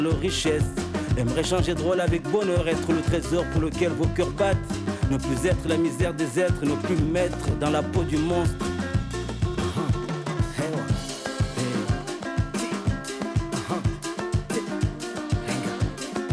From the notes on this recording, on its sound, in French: Radio Grenouille au Festival Kouss Kouss 2023 - Le Monticole Culinaire. Le Grand Pastis délocalise son plateau et s'invite au Monticole Culinaire au Plan D'Aou.